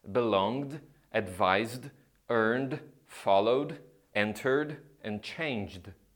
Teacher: Well, the ED suffix might sound like a D or a T, depending on the sound that comes right before it. When you have a voiced sound, like in belong, advise, earn, follow, enter, and change, the ed sounds like a d.